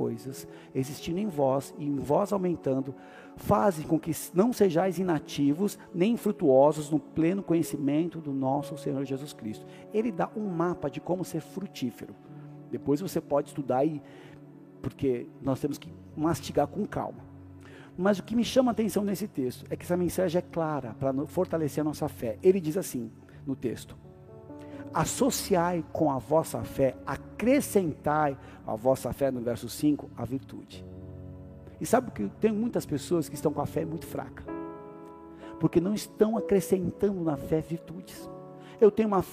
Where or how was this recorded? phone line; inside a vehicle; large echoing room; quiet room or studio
large echoing room